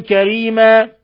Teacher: الوقف على تنوين الفتح بالألف لأنه مد عوض يمد مقدار حركتين فقط